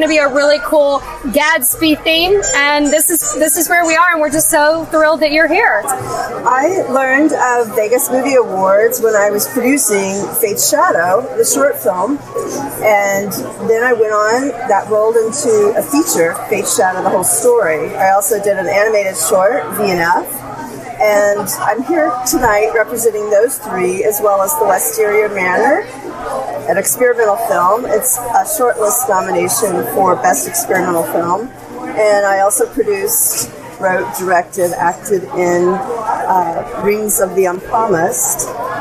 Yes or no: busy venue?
yes